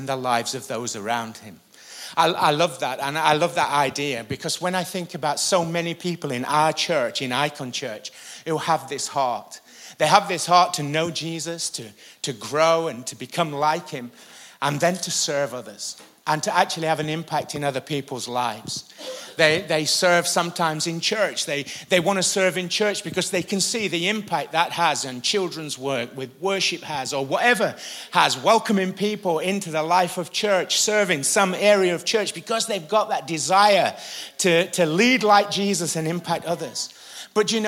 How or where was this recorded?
large echoing room